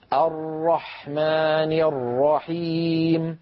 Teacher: الراء من حروف لين عمر، يعني جريان الصوت فيها جريان جزئي